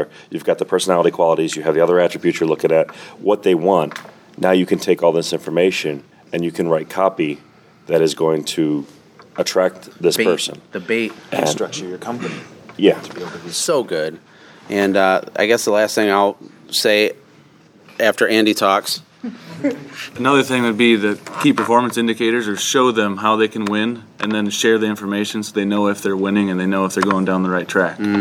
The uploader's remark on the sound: play some snippets from live roundtable discussions that happened during our life Automate Grow Sell Xperience Event at our house in October